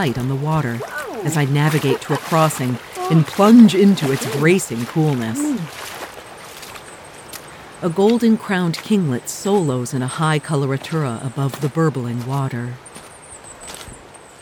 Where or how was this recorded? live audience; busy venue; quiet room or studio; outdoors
outdoors